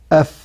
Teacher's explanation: بطن الشفة السفلى مع أطراف الثنايا العليا، ويخرج منه حرف الفاء